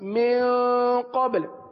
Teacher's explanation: با پر کلکلہ کریں اور لام کو ساکن کر دیں